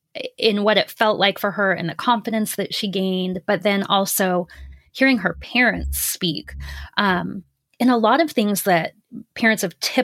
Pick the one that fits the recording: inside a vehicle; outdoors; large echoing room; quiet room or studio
quiet room or studio